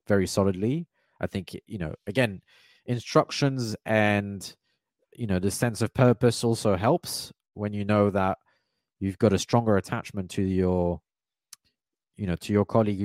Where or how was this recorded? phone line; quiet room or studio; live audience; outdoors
quiet room or studio